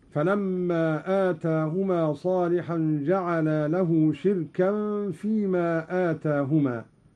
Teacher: قرأ قالون بكسر الشين وإسكان الراء وتنوين الكاف وترك الهمز